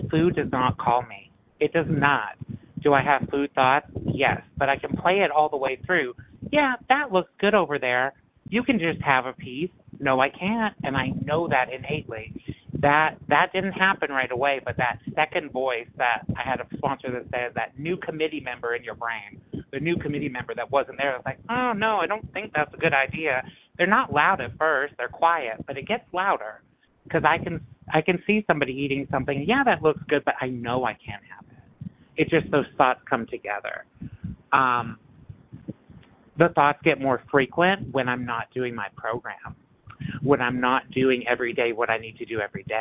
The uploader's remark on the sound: 100 Pounders Phone Meeting